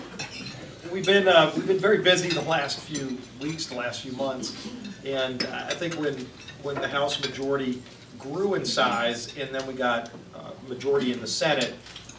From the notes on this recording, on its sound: WASHINGTON, DC. Spoke to a luncheon meeting of The Ripon Society.